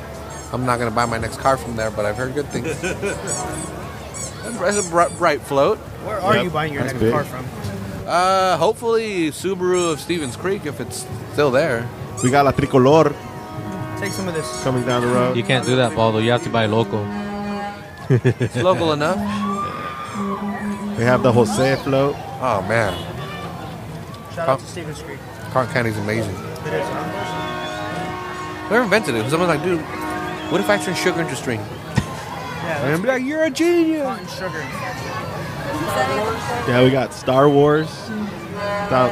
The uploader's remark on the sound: The annual Parade of Lights in downtown Salinas passes in front of the Public House so we decided to set up and record from the sidewalk.